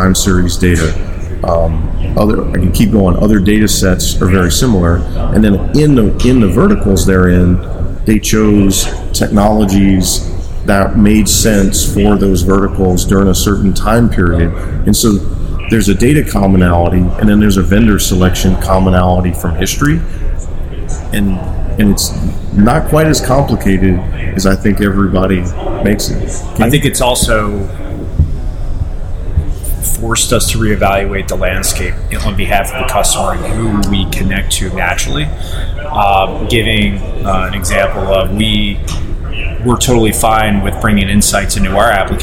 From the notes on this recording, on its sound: Today we're broadcasting live from the ARC forum here in orange in sunny Orlando, Florida.